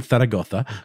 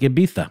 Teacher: I'm going to do the Th sound for the Z sound as well.